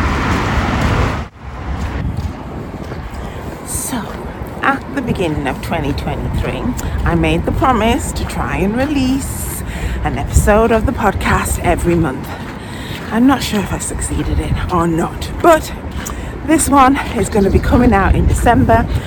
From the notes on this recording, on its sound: while walking the North-East coast and taking you along with her